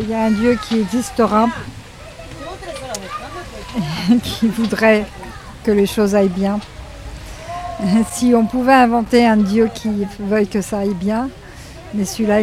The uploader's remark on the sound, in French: Défilé de questions-réponses suspendus dans la caravane de La Grande Illusion sur le parvis de la Borderline Fabrika lors du festival 5e Pierre.